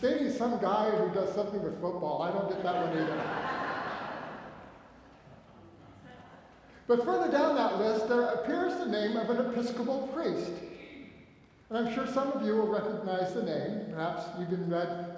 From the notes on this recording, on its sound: recorded live at the 10:00am service on Sunday, February 25, 2024.